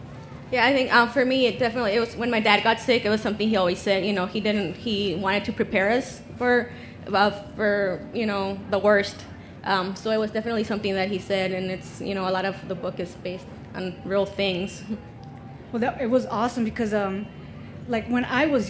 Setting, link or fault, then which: setting, busy venue